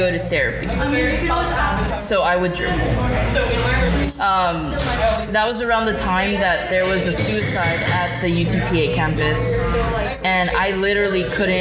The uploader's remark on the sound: If it sounds like the episode was recorded in a coffee shop, it's because it was.